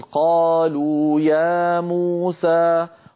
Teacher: هذه خمس مدود متتالية طبيعية متساوية في الزمن، كل واحد منها مد طبيعي. فالمقدار الأول أن أمد كل حرف من هذه الحروف قالوا يا موسى بمقدار نطقي بحرفين متحركين متتاليين، يعني بمقدار حركتين، فهذا هو القصر.